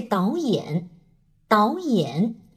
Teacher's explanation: 当两个赏声连读的时候呢，前面一个赏声的声调会变得像阳平